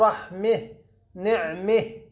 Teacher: فهنا تجوز إمالة فتحة الميم لأنها وقعت قبل الهاء الموقوف عليها · Term: إمالة هاء التأنيث